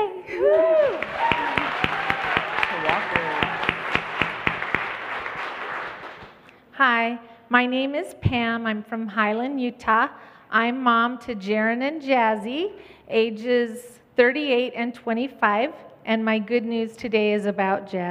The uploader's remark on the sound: LIVE from Dear Mom, Conference Utah. Coming at you LIVE from Orem, Utah. Take the stage at Dear Mom Conference!